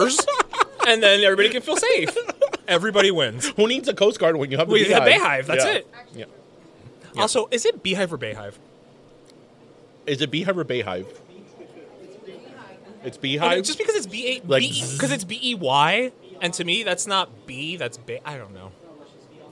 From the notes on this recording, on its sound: We’re Live from the Burger Museum. We’re still gonna be stuffed from all the food we ate at this recording.